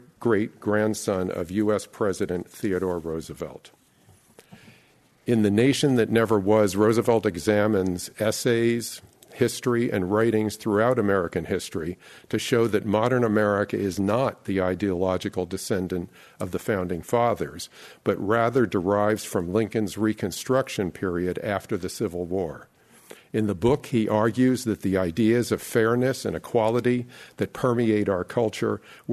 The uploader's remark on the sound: This program was recorded Live on September 8th, 2022 by the Commonwealth Club of California.